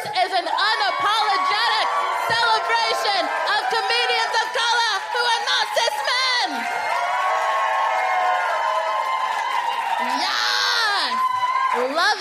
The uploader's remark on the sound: FOC IT UP Comedy Club. Recorded 7 August 2022 at 21Soho in London.